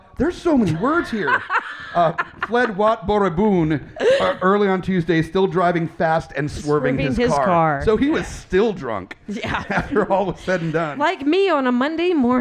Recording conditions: live audience